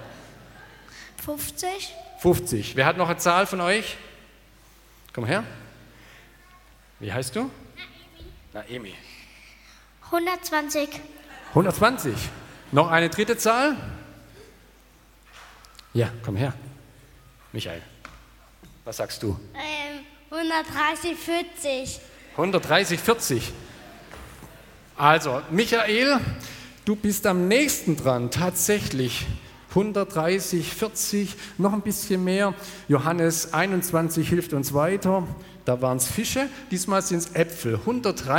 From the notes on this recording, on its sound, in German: aus dem Gottesdienst der Liebenzeller Mission